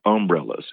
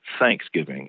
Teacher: So we put a lot of stress on that first syllable.